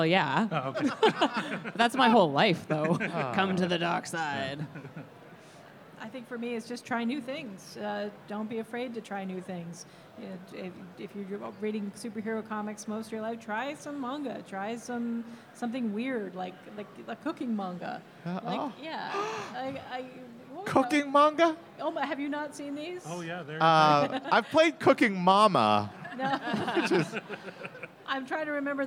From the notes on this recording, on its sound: Live at Fan Expo. In this live episode at the Vancouver Fan Expo.